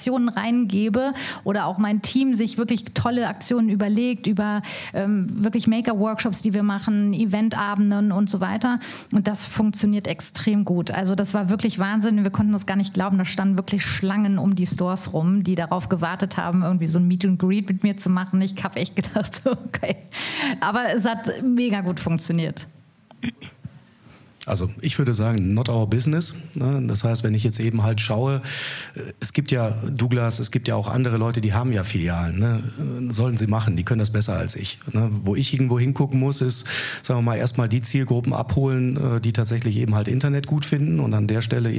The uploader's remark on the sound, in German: Diese Folge des K5 Commerce Cast wurde live auf dem K5 MEETup in Berlin aufgenommen.